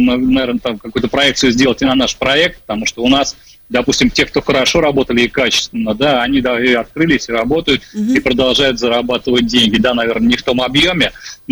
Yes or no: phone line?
yes